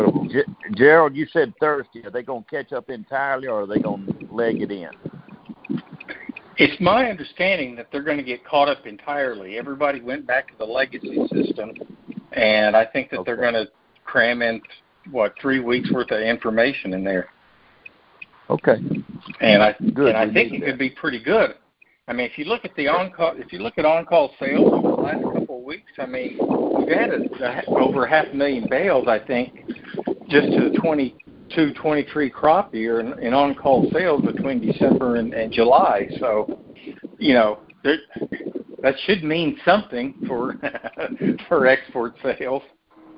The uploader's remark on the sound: Monthly Conference Call On Cotton.